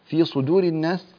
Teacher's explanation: في صدور الناس الصاد مفخمة والدال مرققة